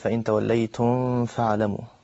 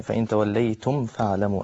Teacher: فاخفى الميم ومفروض اظهار هنا الحكم · Shown in: second take